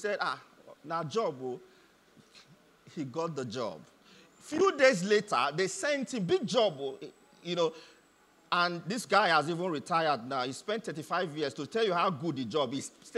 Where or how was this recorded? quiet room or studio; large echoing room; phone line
large echoing room